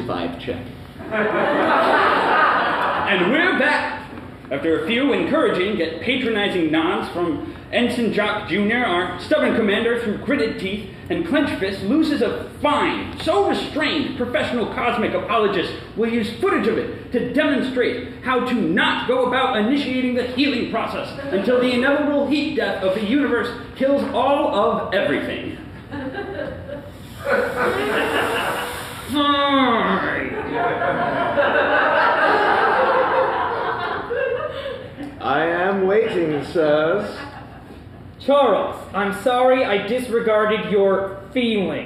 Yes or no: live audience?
yes